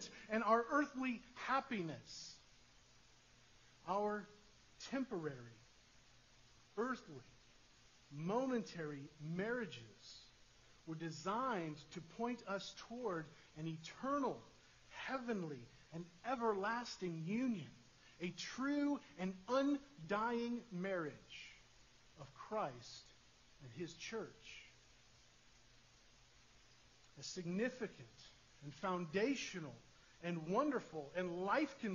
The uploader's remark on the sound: Sorry for the poor audio quality